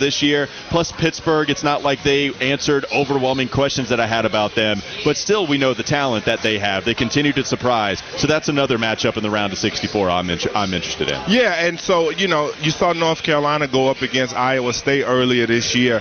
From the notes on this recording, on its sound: live from Carolina Ale House in Concord Mills